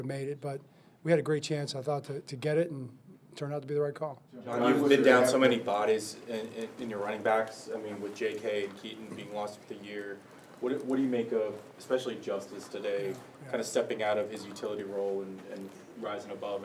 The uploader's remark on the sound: Postgame Press Conferences